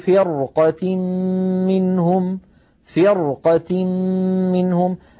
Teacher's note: بعدها صاد مفتوحة، فلولا نفر من كل فرقة منهم، فرقة منهم، الراء هنا ساكنة وقبلها مكسور لكن بعدها قاف مفتوحة فرقة، فأيضا هذه الراء مفخمة لأن بعدها حرف استعلاء غير مكسور. ولو نزلنا عليك كتابا في